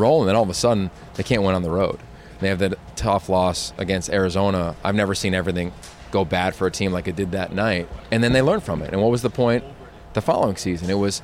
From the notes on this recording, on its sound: live at the Rose bowl for media day